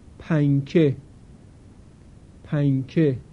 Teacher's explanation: در کلمه پنکه معمولاً سر زبان به لسه برخورد نمی کنه، بلکه صدای نون در پنکه به صورت غنه و با امتداد بیشتر از بینی خارج میشه · Term: اخفا